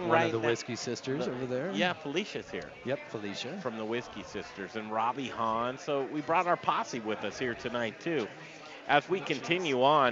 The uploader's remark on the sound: Live from Intrepid Sojourner Beer Project in Denver for their 2nd annual Gingerbread Invitational!